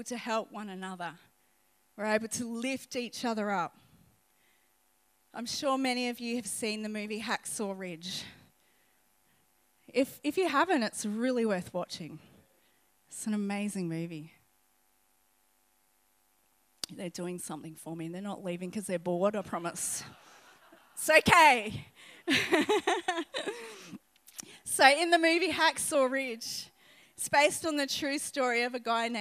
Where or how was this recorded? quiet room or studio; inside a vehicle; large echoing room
large echoing room